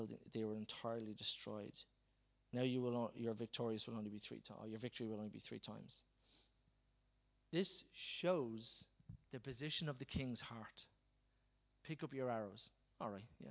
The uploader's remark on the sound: Recorded live at Liberty Church on 28th April 2019